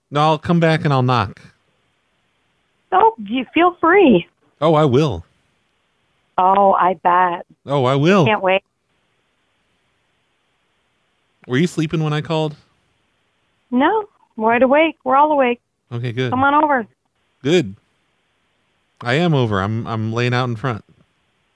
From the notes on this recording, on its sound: 24 hours of live prank calls